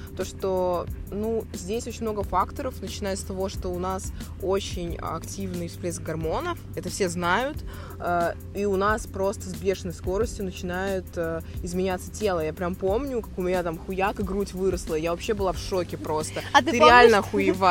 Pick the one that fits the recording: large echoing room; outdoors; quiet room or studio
outdoors